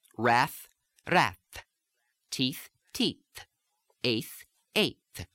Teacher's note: And let's just give a few examples of these THs at the ends. You tend to have a little bit more of the fricative sound at the ends.